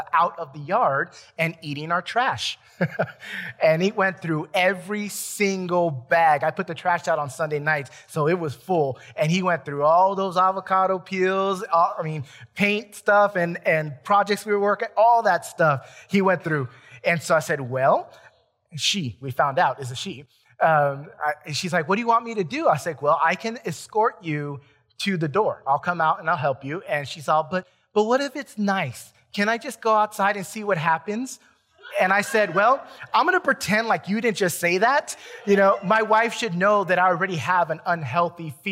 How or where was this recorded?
large echoing room